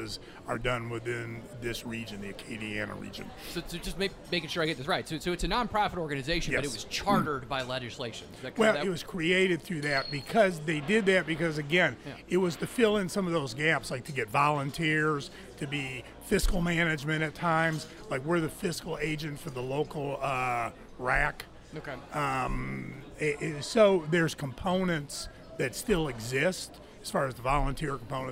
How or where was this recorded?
busy venue